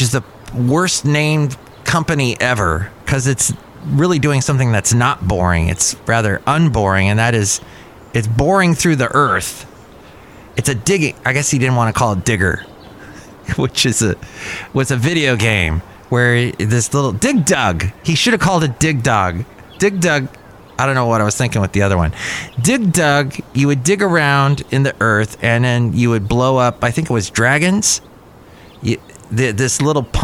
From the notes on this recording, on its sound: podcasts live from Cafe Anyway